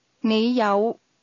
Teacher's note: The word have is pronounced with a low rising tone.